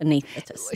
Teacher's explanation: we never pronounce the first S in the word. It's always just anaesthetist.